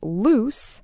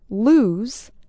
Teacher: Notice that loose ends with a strong S sound, while lose, the verb, ends with a Z sound.